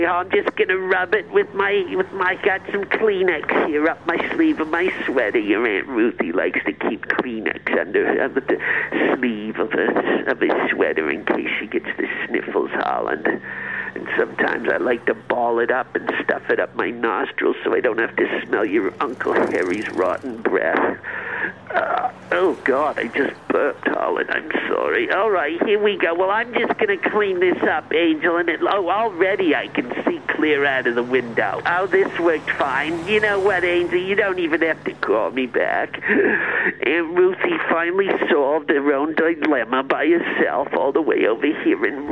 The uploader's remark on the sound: leaves a phone message